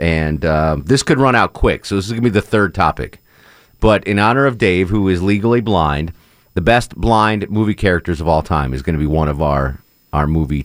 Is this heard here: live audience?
no